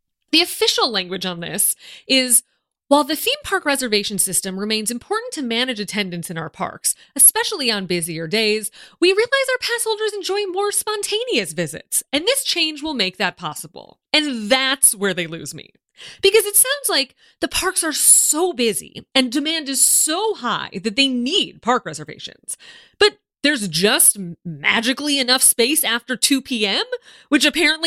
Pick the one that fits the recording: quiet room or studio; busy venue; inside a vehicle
quiet room or studio